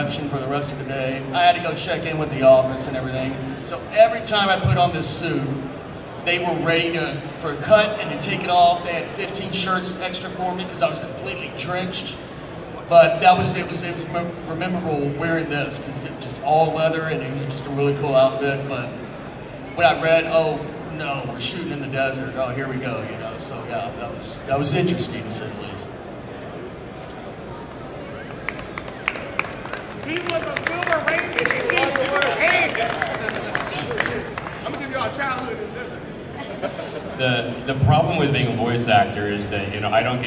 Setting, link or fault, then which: setting, live audience